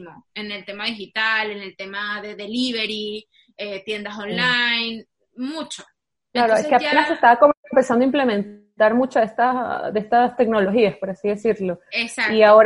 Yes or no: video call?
yes